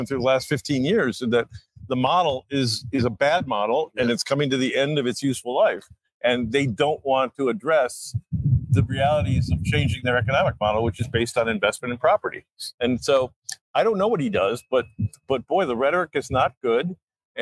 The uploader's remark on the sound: LIVE from Miami for iConnections Global Alts '24